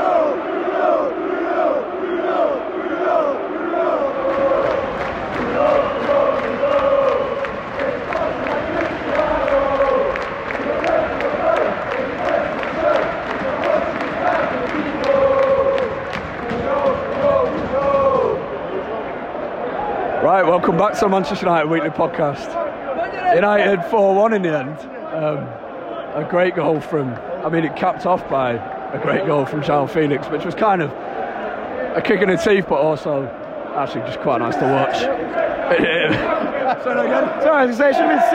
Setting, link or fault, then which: setting, busy venue